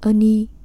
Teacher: nhấn mạnh vào âm tiết đầu tiên, khiến cho âm tiết thứ hai trở nên rất ngắn